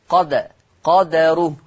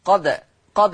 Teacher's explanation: عندنا في الآية 236 عندنا كلمة قدره، قدره لحفص عن عاصم تقرأ بفتح الدال، قدا قدا قدره بفتح الدال. أما ورش عن نافع فيقرأ بسكون الدال، ويترتب على سكون الدال القلقلة